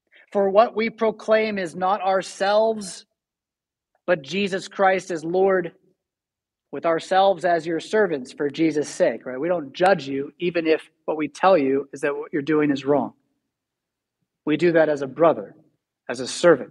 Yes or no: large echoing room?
yes